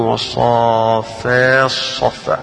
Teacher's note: أدغم التاء في الصاد في الآية الأولى · Term: الإدغام